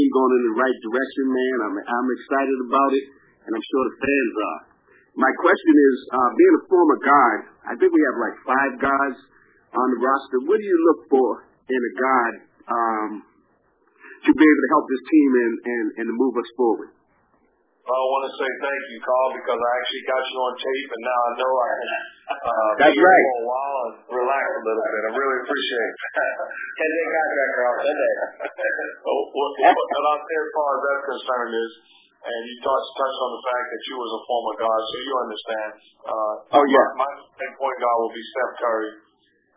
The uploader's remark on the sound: answered questions from season ticket holders during a conference call